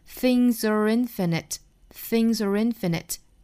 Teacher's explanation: Things 和 a 连读，a 再和 infinite 连读，这三个单词连成 Things are infinite.